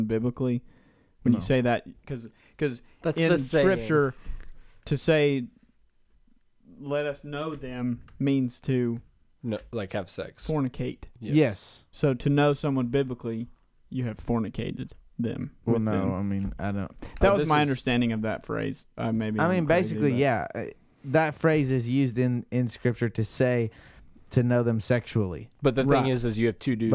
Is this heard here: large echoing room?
no